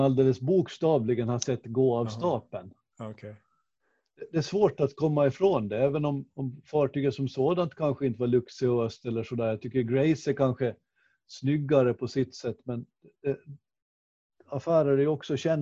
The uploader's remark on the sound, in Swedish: Avsnittet är inspelat genom Zoom, så ljudkvaliteten är lite sämre än vanligt.